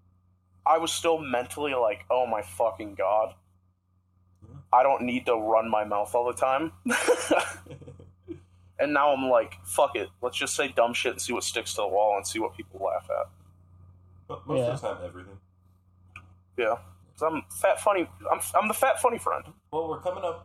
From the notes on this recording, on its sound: I hope you enjoy the terrible audio quality at its best